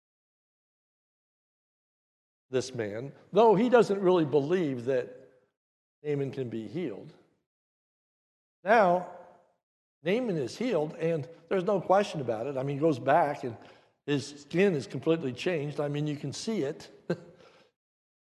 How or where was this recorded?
large echoing room